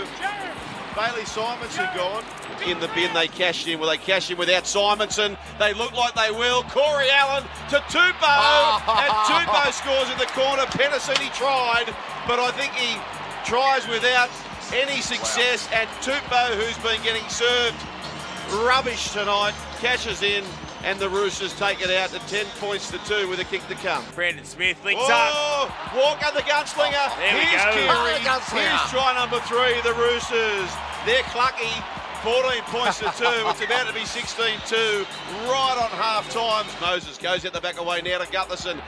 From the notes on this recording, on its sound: Live from Allianz Stadium in Sydney